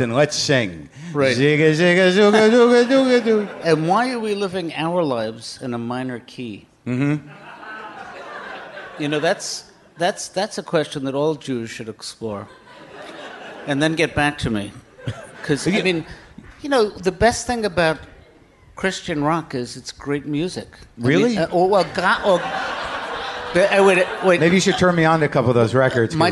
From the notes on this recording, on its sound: Live from The Bell House in Brooklyn